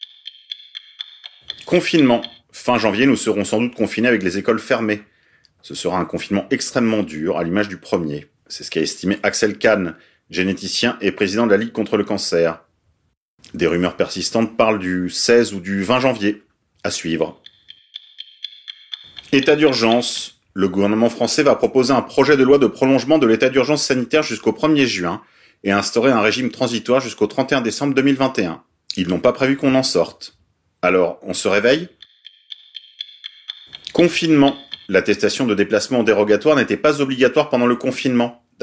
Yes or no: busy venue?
no